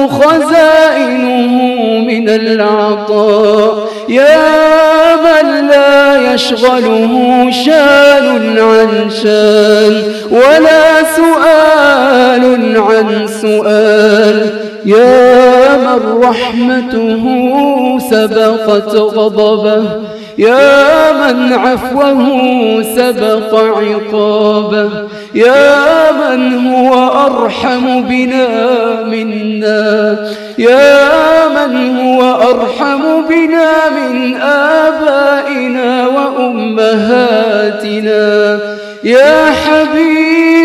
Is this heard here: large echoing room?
yes